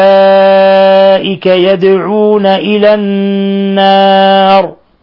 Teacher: دال ساكنة قلقلت أو تقلقل لأنها من حروف قطب جد